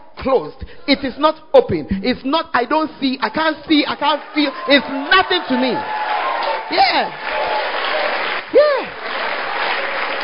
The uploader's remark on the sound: Preached At The 100s and 200s Camp.